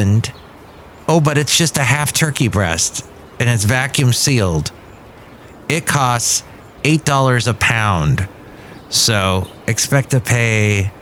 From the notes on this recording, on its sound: podcasts live from Café Anyway